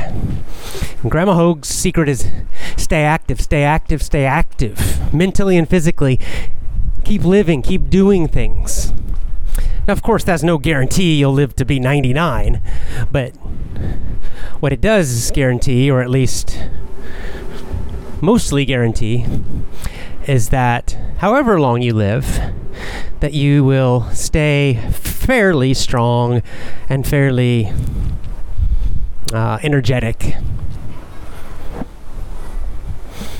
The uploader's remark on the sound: Casual chat while walking.